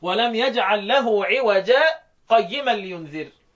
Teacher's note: يعني سكتة لطيفة من غير قطع، يعني من غير تنفس، على ألف التنوين في عوجا · Term: سكتة حفص